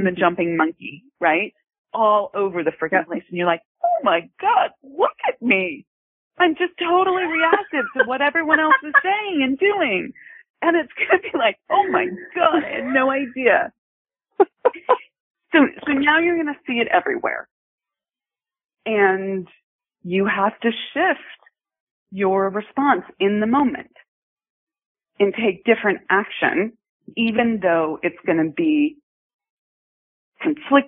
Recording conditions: phone line